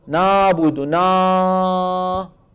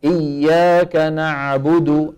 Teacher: يرجع الى الوراء عند نطق العين فيتضيق المخرج لكنه لا ينغلق · Shown in: second take · ركز، يتضيق لكن لا ينغلق، وفي نفس الوقت لازم يتضيق، بمعنى إن لم نرجع لسان المزمار لن تخرج عين صحيحة.